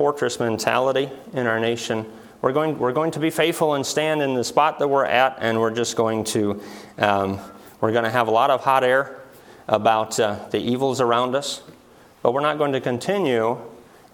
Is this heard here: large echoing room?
yes